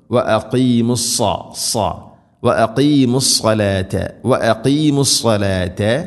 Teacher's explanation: സാദ് ഇസ്തിഇലാഇന്റെ അഥവാ സ്വരഭാരത്തിൽ ഉച്ചരിക്കേണ്ട അക്ഷരമാണ്, കനപ്പിച്ച് ഉച്ചരിക്കണം